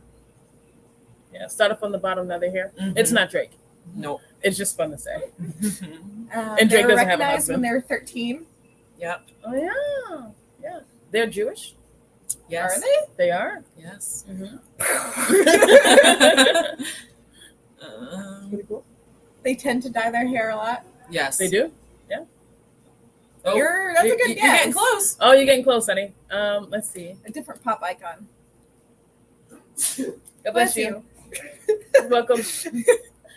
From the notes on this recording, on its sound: We'll be recording from Buckies Biscotti in Dennis Port!